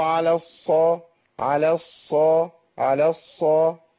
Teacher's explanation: الهمس بقى مصاحب للصاد في كل حالتها، سواء كانت ساكنة أو متحركة